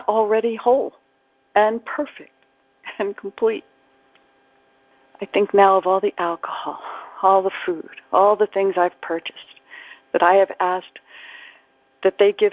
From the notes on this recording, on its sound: ACIM Daily TEXT Conference Call